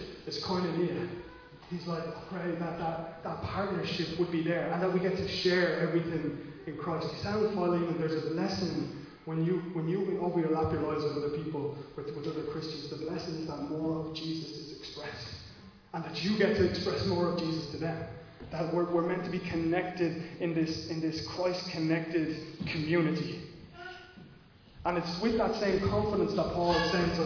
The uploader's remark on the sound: Recorded live at Liberty Church on 19th July 2020